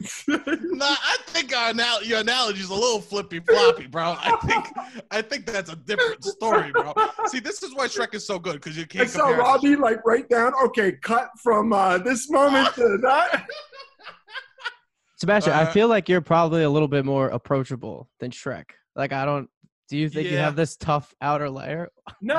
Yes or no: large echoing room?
no